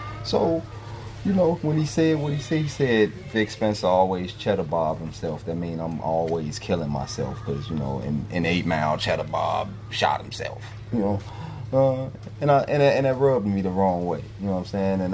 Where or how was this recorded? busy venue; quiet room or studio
busy venue